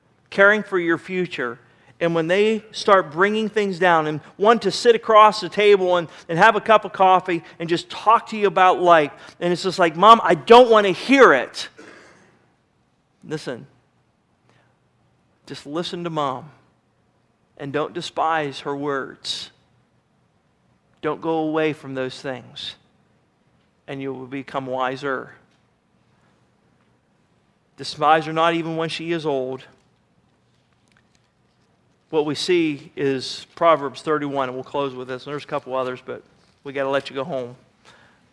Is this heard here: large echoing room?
yes